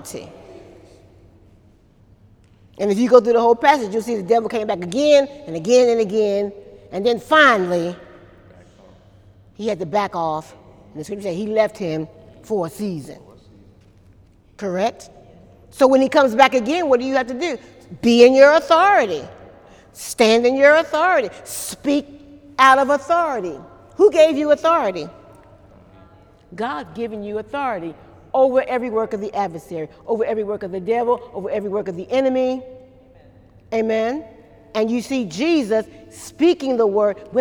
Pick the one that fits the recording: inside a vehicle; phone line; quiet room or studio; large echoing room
large echoing room